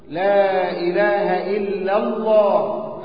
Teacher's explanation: هنا اللام مغلظة لأن ما قبلها مفتوح، لا إله إلا الله، اللام مفخمة أو مغلظة لأن قبلها مفتوح